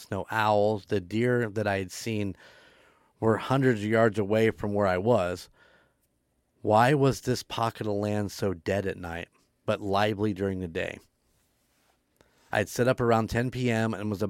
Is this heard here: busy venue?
no